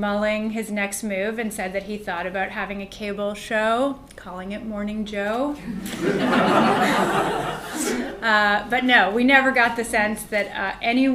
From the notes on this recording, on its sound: This Shorenstein Center Speaker Series event was recorded February 21, 2017, at Harvard Kennedy School.